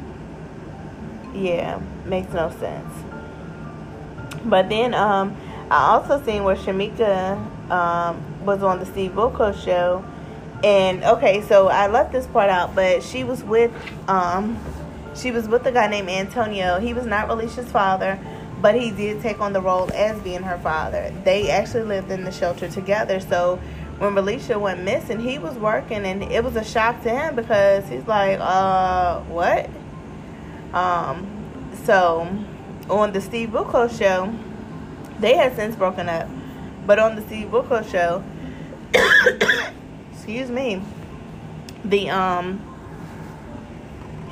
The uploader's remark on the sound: I am recording at work and that loud noise you hear is the new heat pump.